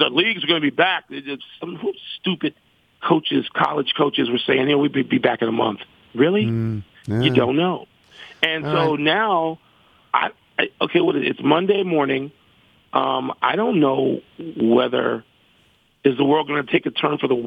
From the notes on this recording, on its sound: calls